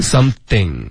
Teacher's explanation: Something,舌尖要碰上齿 OK